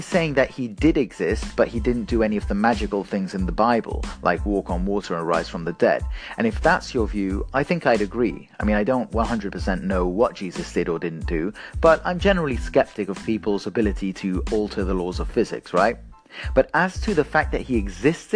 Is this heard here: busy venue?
no